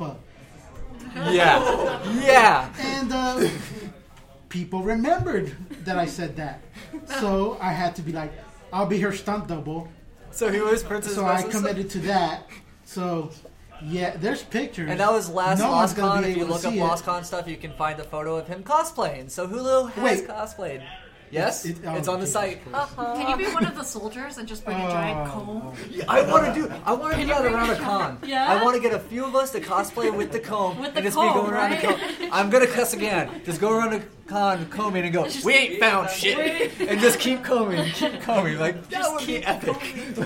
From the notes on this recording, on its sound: Kinda Geeky Live at TitanCon. This episode was record live at Titan Con.